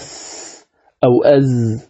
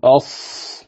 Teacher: ثم حرف الصاد من طرف اللسان مع ما بين الثنايا العليا قريبة إلى السفلى مع انفراج قليل بينهما، أيضا حرف الصاد، هذا حرف الصاد والسين والزاي مخرج واحد، الذي يميز بينها هو الصفات. أص، حرف الصاد فيه استعلاء، ولذلك تجد اللسان يعني مؤخرة اللسان تصعد · Shown in: second take · عند النطق بالزاي، بخلاف السين قل أس أو أز لا تجد فيه صعود في مؤخرة اللسان، بخلاف الصاد قل أص.